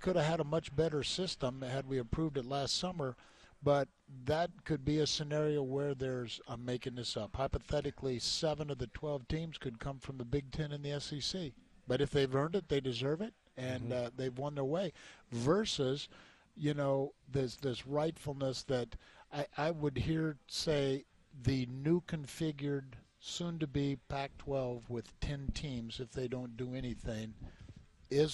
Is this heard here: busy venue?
yes